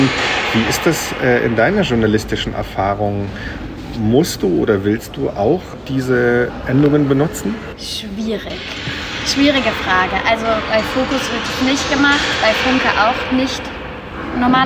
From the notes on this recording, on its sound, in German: Das Mikro hat NIX aufgezeichnet. Zum Glück lief noch das iPhone als Backup mit. Die Qualität ist also mäßig.